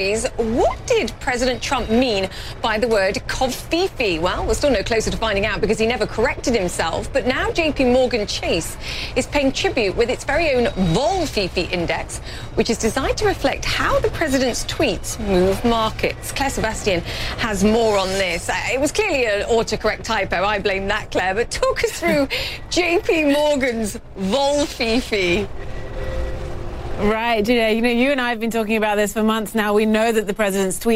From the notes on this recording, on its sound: live from the New York Stock Exchange